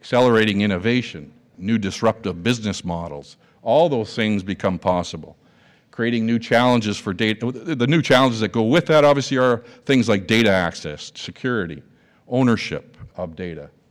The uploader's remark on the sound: a keynote speech recorded live at The Northern Miner's Progressive Mine Forum held at the MaRS Discovery District in downtown Toronto in October 2018